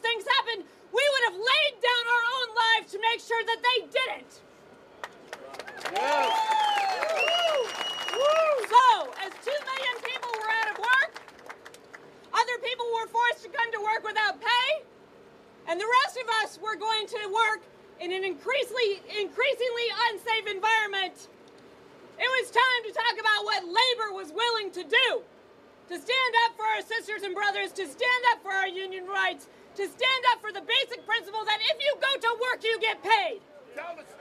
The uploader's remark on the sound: Tonight, we bring you sounds from May Day celebrations around Oakland. The First Voice Apprenticeship Program was there as part of a special collaboration with Work Week Radio and Brightpath Video. Then we’ll share audio from the Port of Oakland and Oscar Grant Plaza.